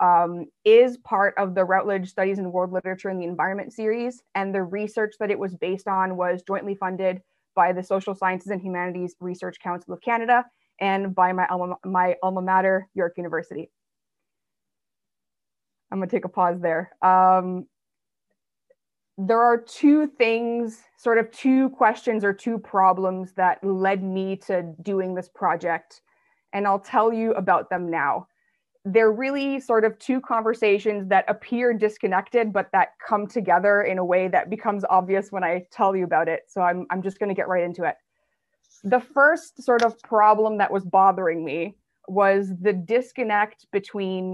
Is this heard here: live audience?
no